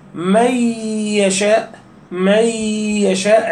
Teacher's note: عند إدغام النون في الياء أصل الغنة موجود ولكن لا يأتي في المرتبة الأولى · Term: الإدغام بالغنة الناقص